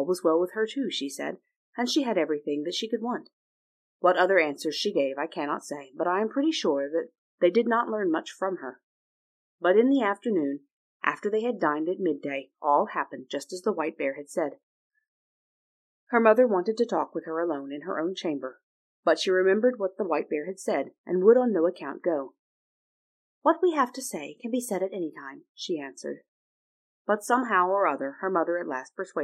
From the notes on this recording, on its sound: I was hopefully able to fix the sound issues before release but, if not, sorry, I will try to repair it soon!